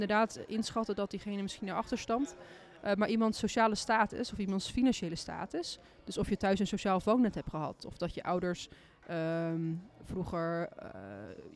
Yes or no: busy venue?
yes